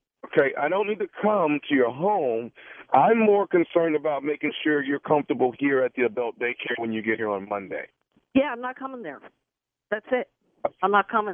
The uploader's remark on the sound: This was not your normal prank phone call.